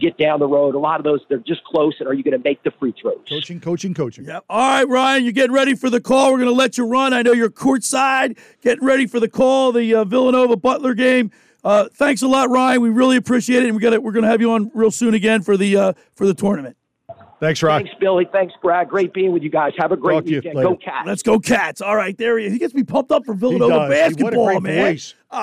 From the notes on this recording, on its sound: Will call in from courtside prior to tipoff in Indy at the Hinkle Fieldhouse against Butler. Joins me in the studio for all the action.